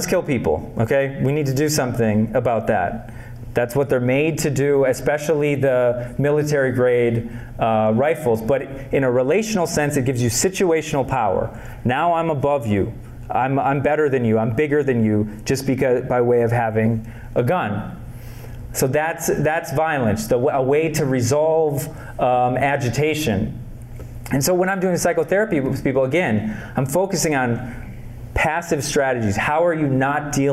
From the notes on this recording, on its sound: Lecturing at Minnesota State University, Mankato on October 25th, 2022, for an annual mental health conference.